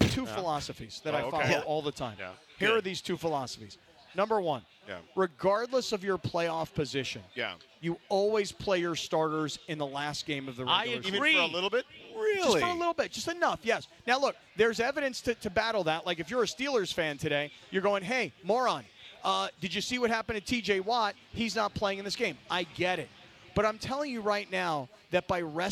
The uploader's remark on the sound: LIVE From Ralphs in Redondo Beach!